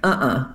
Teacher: That is a two-syllable word, and the first syllable is stressed